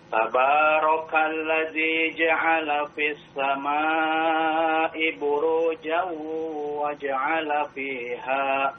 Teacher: Perhatikan gunnah ya, idgham bi gunnahnya ya. Panjang ya, dibaca dua harokat ya, tahan dua harokat.